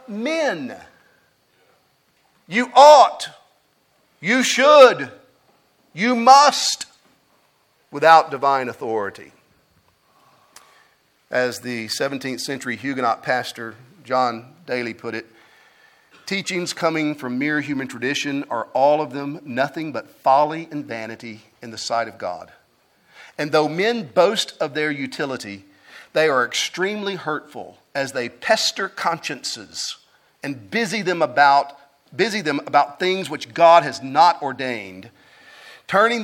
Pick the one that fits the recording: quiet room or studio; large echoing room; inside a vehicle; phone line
large echoing room